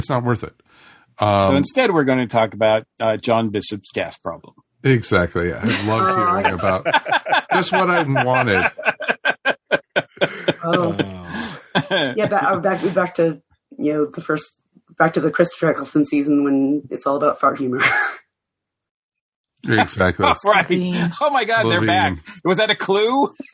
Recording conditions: video call